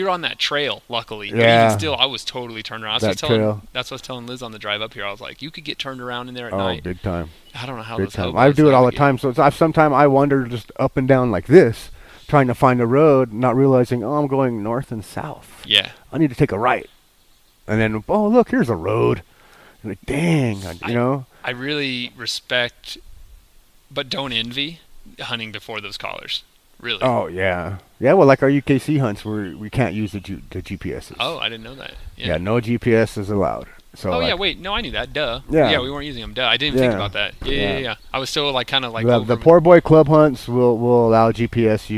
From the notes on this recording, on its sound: Sit outside in the beautiful woodlands of southern New Mexico.